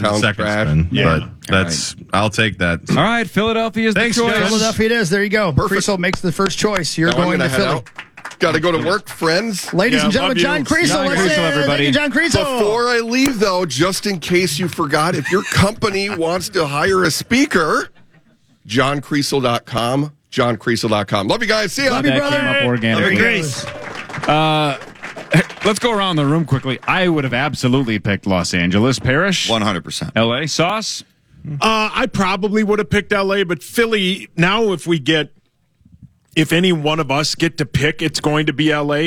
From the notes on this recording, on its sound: The crew is in the KFAN Press Box to celebrate Initials Game 500 with a live studio audience.